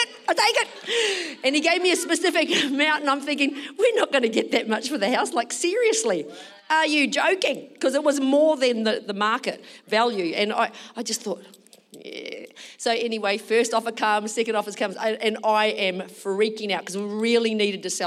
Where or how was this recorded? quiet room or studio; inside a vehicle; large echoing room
large echoing room